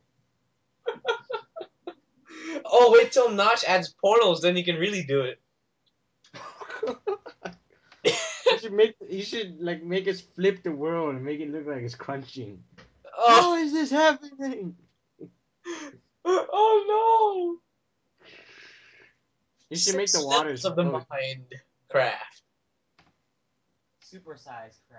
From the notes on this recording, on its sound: A long awaited 12th episode of our infamous dead skypecast.